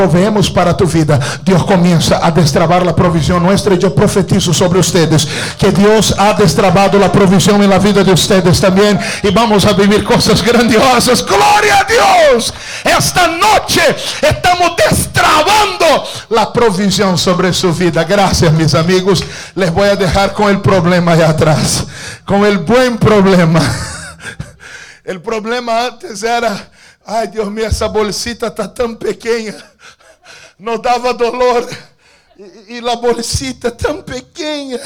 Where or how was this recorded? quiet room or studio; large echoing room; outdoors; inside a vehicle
large echoing room